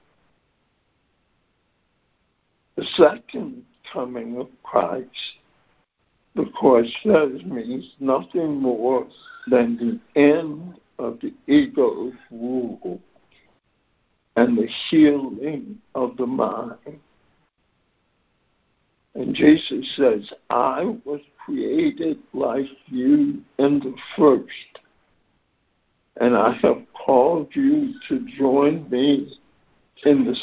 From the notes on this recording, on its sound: ACIM Daily Conference Call.